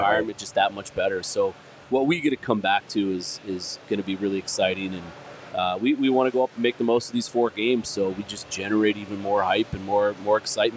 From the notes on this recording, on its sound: Welcome to the show LIVE from Four Peaks